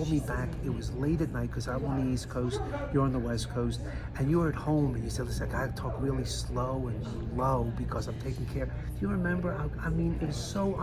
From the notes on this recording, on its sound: Coming to you live from The American Brazilian Plastic Surgery Aesthetics Meetings in Park City, UT